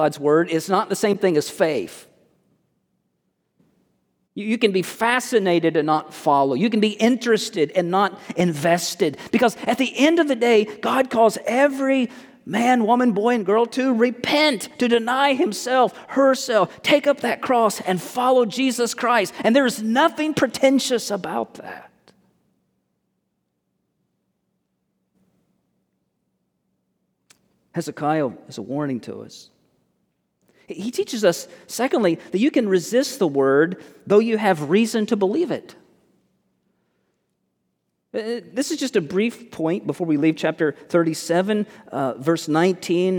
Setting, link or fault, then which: setting, large echoing room